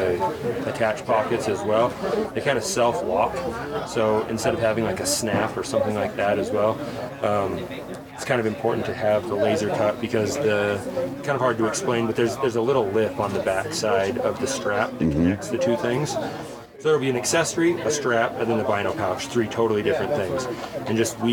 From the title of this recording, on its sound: Live from Western Hunt Fest